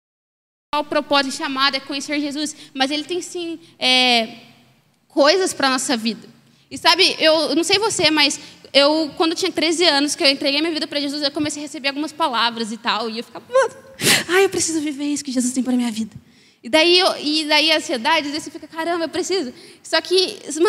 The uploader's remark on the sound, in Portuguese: Mensagem ministrada ao vivo